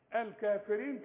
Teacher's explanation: كلمة الكافرين كلها حروفها مرققة لأن الراء المكسورة مرققة